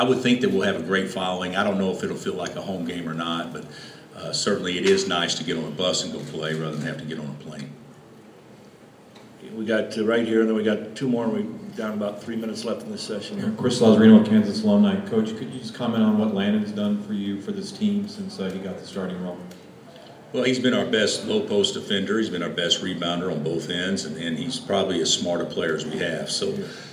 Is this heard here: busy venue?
yes